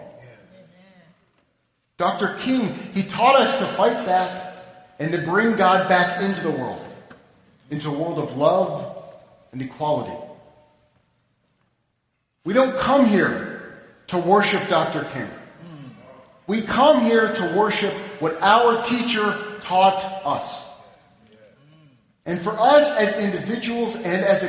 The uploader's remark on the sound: Delivered at the Annual Third Baptist - Emanu-El Interfaith MLK Service on 1-16-11